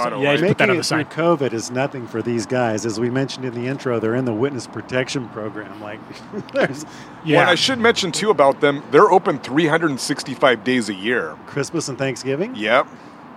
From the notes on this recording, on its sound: Recorded live at the Waterwheel Lounge. Recorded at the Waterwheel Lounge in Ballard.